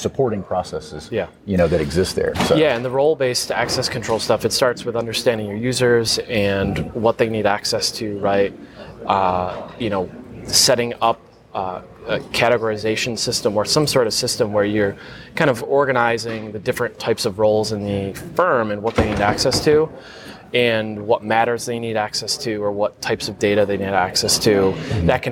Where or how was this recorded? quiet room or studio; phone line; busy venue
busy venue